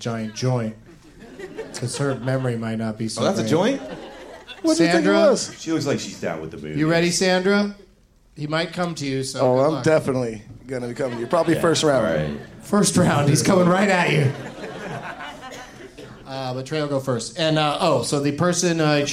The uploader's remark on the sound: Live from The Punch Line in Sacramento.